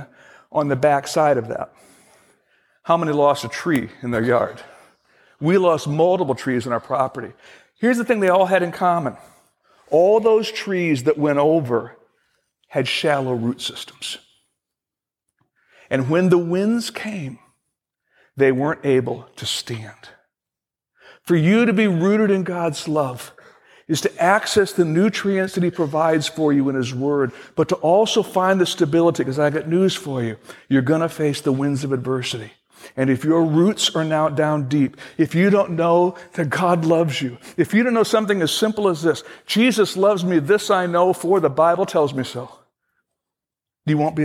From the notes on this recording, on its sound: Originally recorded on February 28, 2016, at Fellowship Missionary Church, Fort Wayne, IN.